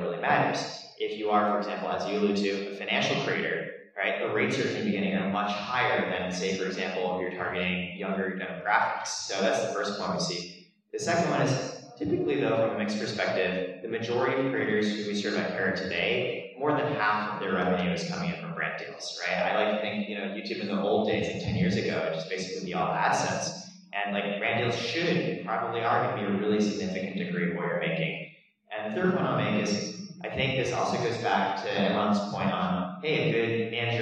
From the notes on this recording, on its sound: A panel recorded exclusively from Vidcon 2022.